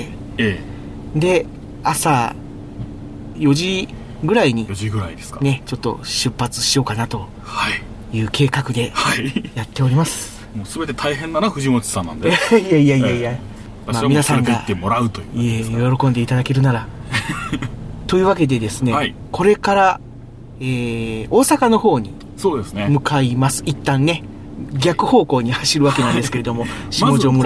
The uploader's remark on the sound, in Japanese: 今回は全編、野外収録特集でお送りいたします！3月22日に長野県の下條村で行われた地域活性イベント「ローカルヒーロー大激突！」。